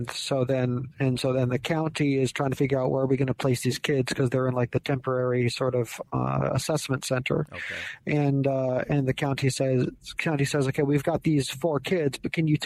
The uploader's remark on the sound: THE PHONE CONVERSATION THAT TURNED INTO A PODCAST